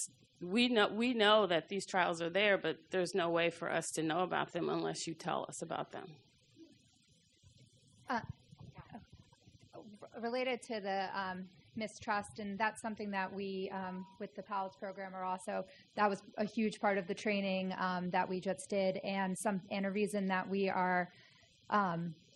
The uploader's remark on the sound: first recorded at the 6th annual Patients as Partners US conference